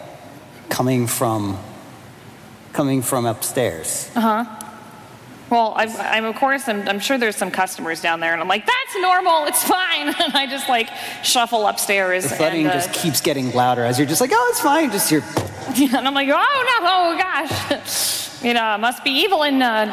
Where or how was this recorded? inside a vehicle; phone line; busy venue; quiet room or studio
busy venue